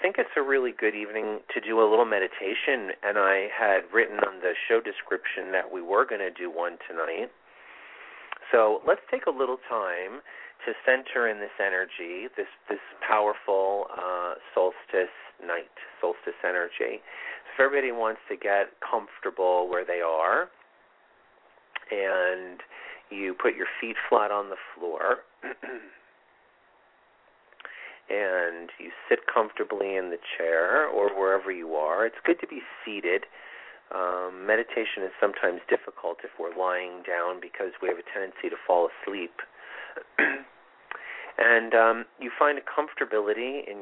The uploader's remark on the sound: This is a call in show with live mini astrology readings.